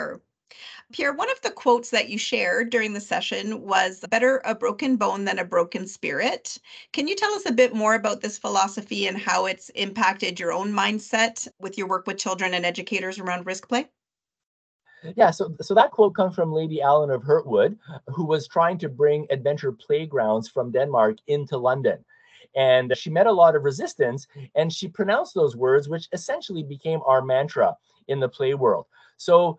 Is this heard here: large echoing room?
no